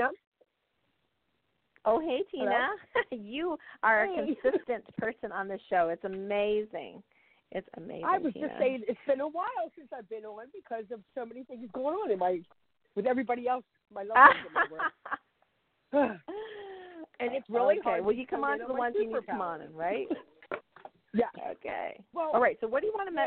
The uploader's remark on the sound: During this show I will be taking live callers and doing mini-readings.